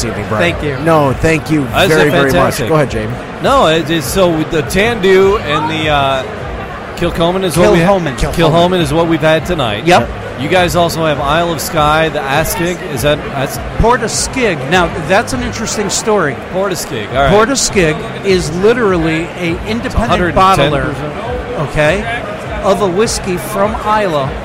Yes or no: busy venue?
yes